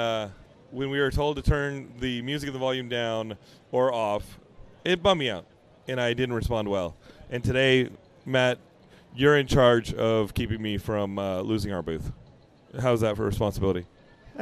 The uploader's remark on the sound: Geekscape at San Diego Comic Con 2023 Day 3!